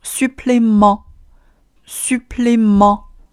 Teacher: u 使劲往前撅嘴，以及 pl pl 是一个非常连贯的辅音群